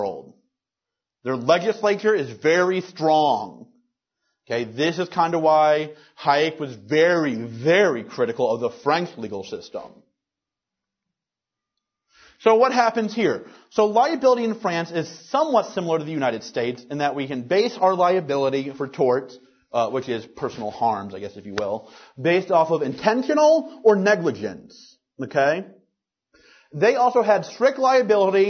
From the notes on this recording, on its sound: Recorded March 13th, 2010, at the Ludwig von Mises Institute in Auburn, Alabama.